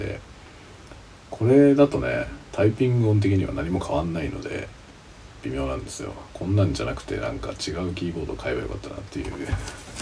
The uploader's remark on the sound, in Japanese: 深夜の小声雑談。使用マイク：TASCAM DR-05X →失敗しててiPhoneのマイクで収録されてた。Stand.fm。